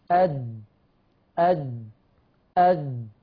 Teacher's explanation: في قوة اعتماد على المخرج لدرجة هذه القوة منعت المرور، منعت مرور النفس. وبالتالي بهذه القوة كان الحكم على هذه الصفة صفة قوة، صفة قوية، صفة قوة وليس صفة ضعف.